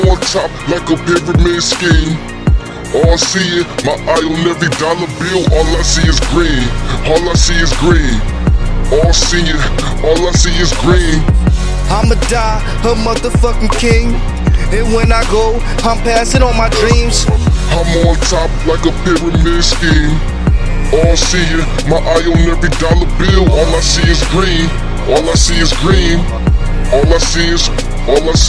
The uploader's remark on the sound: Recorded this track on my cell phone in my car